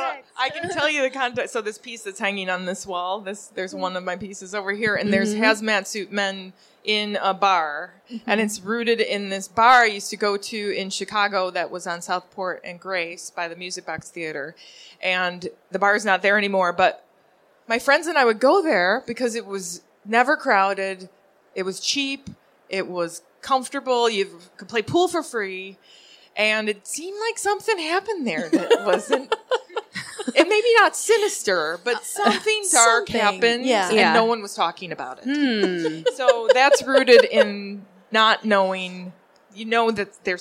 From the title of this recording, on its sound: Live at SOFA Chicago